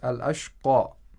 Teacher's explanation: And after this letter, we have the word ashqa, the ya, the last letter of this word. The ya has to be pronounced like an alif al-maddi, despite the fact that it's a ya. So it's al-ashqa.